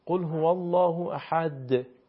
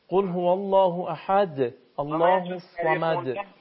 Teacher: شما وقتی میخواین حرف دال که ساکن هست تلفظ بکنین، به اصطلاح میگن که یک حرکت مختصری بهش میدین · Term: قلقله